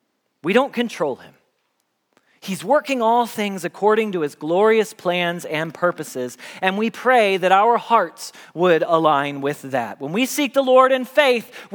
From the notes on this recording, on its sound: Message Preached at Valley Creek Church.